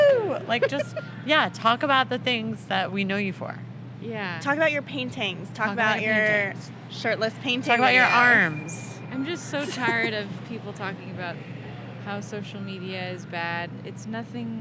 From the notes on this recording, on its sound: a short episode we recorded in the alleyway in front of the Westside Comedy Theater